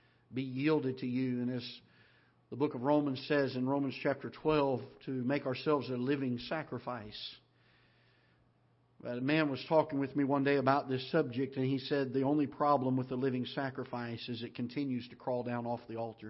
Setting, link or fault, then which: setting, large echoing room